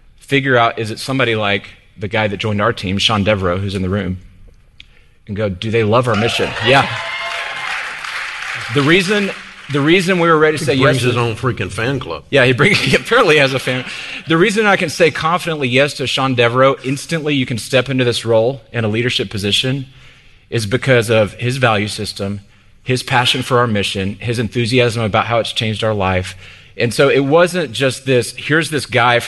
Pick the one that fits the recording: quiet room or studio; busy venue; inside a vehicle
busy venue